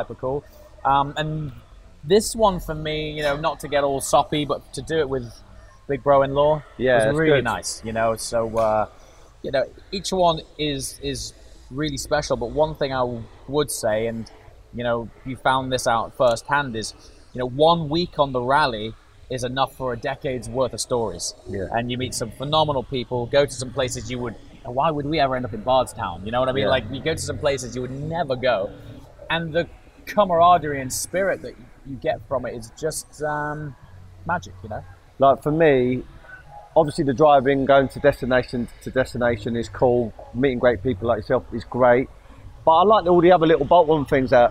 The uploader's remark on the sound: In this special episode, recorded in Miami and direct from the Gumball Rally.